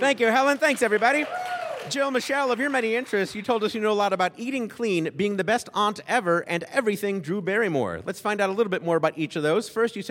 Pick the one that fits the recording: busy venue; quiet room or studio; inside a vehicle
busy venue